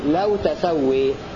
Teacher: ويقرأ حمزة والكسائي لو تسوي بفتح التاء وتخفيف السين